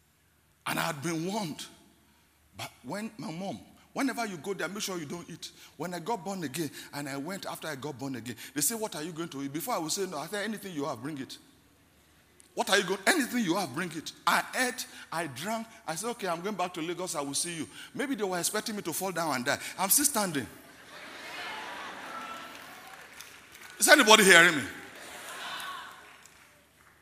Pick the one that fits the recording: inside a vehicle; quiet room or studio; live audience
live audience